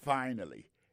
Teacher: Accent tombé sur premier syllabe là.